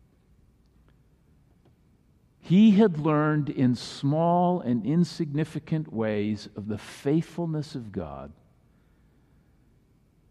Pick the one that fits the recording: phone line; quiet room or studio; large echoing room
large echoing room